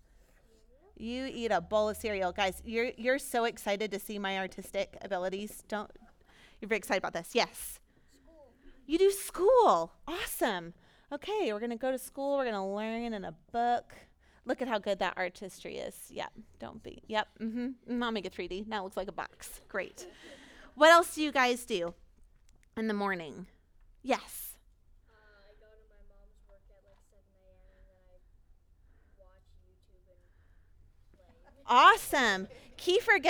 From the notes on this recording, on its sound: Recorded at our Sunday gathering on April 24, 2022.